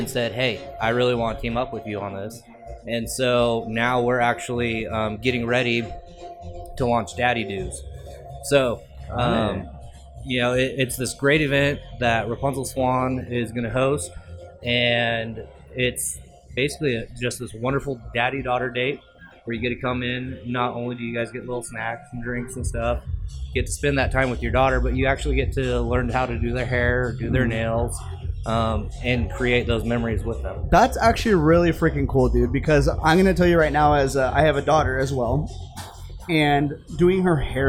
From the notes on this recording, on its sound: This podcast was recorded at the Rapunzel Salon and Spa in Boise, Idaho live. The event was a 21+ Trunk or Treat where local businesses, and community members came together to have a good time enjoying what Boise has to offer.